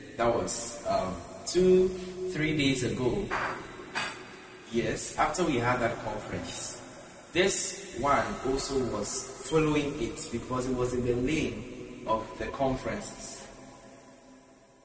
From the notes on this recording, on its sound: Preached at the TJOTLIMS Conference 2023 at the Love Arena, Accra